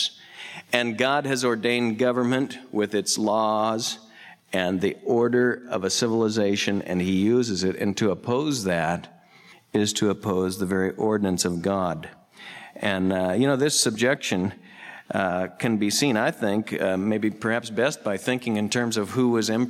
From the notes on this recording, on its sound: Southwest Bible Church in Beaverton Oregon